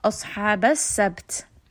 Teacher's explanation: So quickly switch from qalqala to the hams.